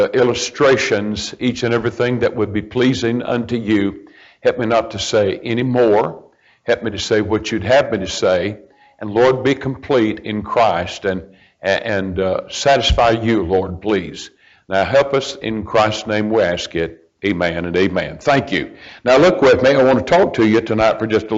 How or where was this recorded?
large echoing room